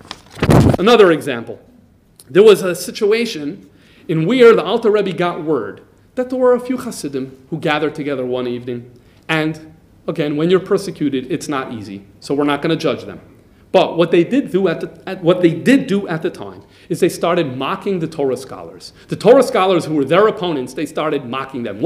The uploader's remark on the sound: This lecture was recorded live by Jewish Multimedia Library. JML, Melbourne Australia.